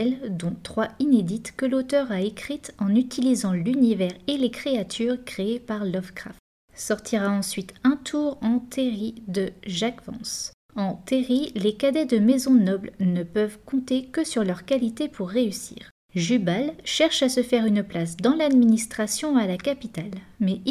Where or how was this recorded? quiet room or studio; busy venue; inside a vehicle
quiet room or studio